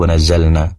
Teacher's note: Wanazz, wanazzalna, lamnya, di situ juga ada wanazzalna, pastikan durasi penempelannya ke langit-langit, yaitu karena keluarnya huruf lam itu berasal dari bagian depan lidah, bagian depan dari busur lidah yang ditempelkan ke langit-langit, maka pastikan di durasinya, durasi penempelannya ditambah sedikit karena dia memiliki juga sifat inhiraf, kecenderungan huruf lam pada nun.